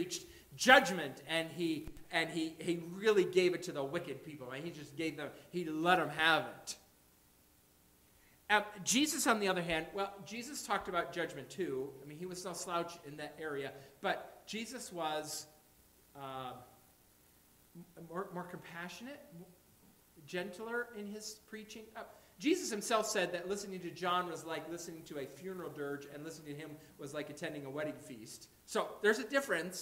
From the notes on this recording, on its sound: Audio periodically will cut in and out.